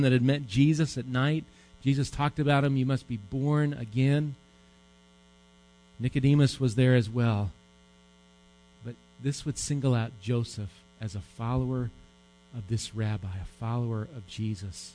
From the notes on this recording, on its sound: Recorded live at Bethany Bible Church.